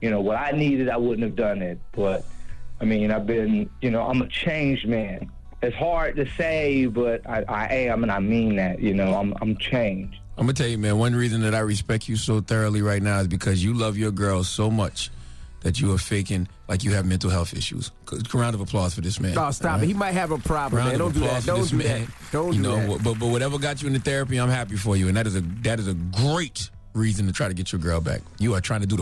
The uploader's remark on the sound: We opened up the phone lines for our listeners to get a chance to shoot their shot at a crush.